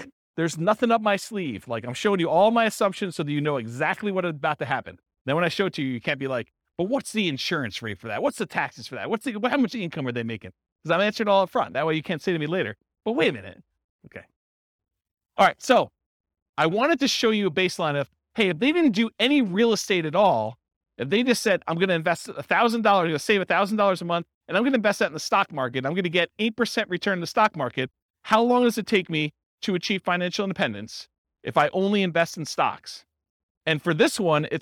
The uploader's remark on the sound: This was a live class recorded